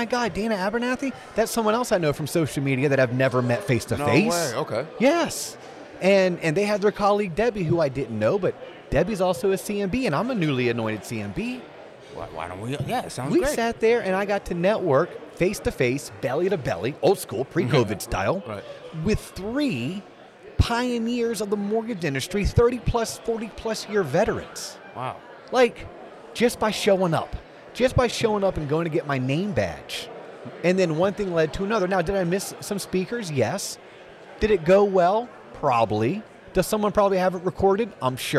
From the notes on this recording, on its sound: On location from the Mortgage Bankers Association of Florida’s annual convention